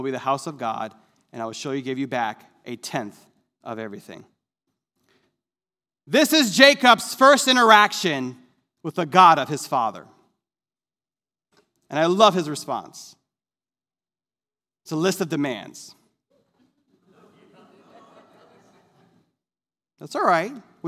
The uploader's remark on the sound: This sermon was recorded live on Sunday, August 22nd, 2021 at Newark United Pentecostal Church.